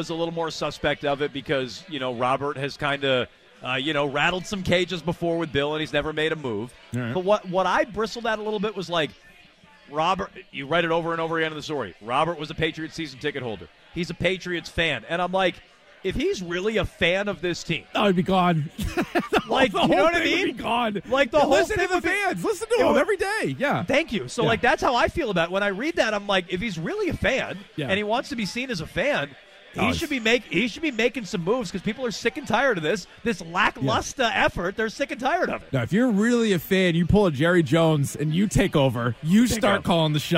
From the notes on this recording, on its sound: Remote broadcast outside the TD Garden as we're all ready for the Bruins Opening Night ceremony and game.